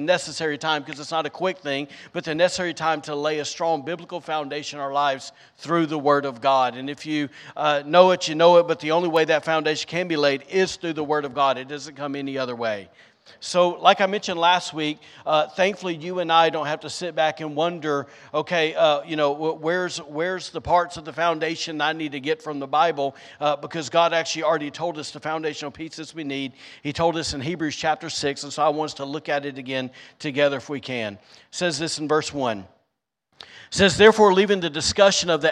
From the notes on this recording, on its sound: was recorded on Sunday, April 23rd, 2023, during service at The Anchor Church in Rockport, Maine